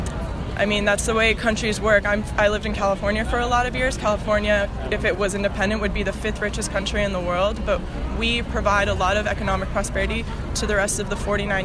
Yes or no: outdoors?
yes